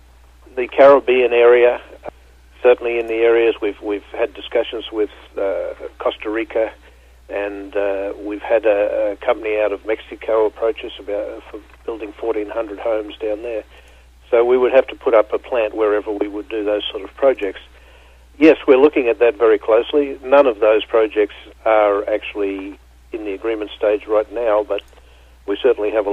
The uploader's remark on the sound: called in to SmallCapVoice